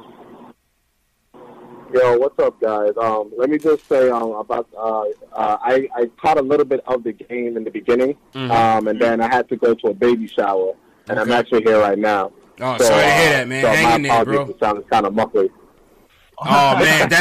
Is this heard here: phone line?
yes